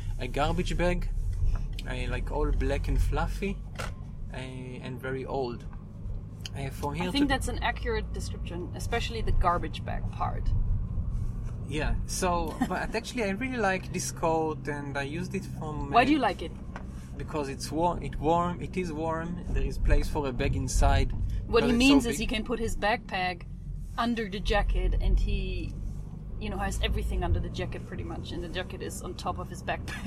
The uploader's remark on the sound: A test drive! Recording while riding the car!